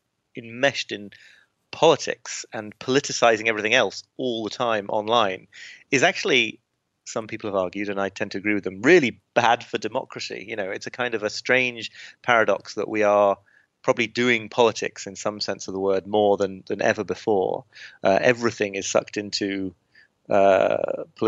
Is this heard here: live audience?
no